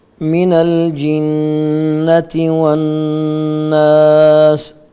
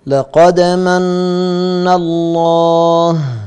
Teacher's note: النون والميم المشددتين تغن بمقدار حركتين في الوصل وفي الوقف. حكمها وجوب الغنة، مقدارها حركتان. · Term: حرف غنة مشدد